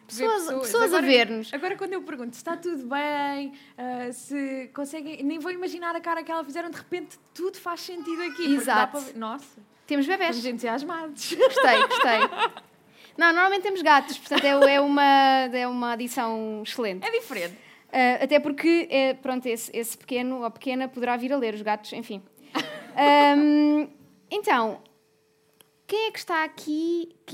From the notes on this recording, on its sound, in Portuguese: Livra-te ao vivo na Festa do Livro da Amadora. Gravado a 8 de setembro na 8ª Festa do Livro na Biblioteca Fernando Piteira Santos, na Amadora. Se ouvirem um tic, tic, tic, pedimos desculpa.